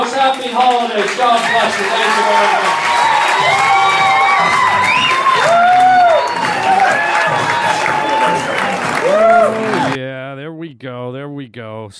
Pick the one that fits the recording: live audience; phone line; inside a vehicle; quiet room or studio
live audience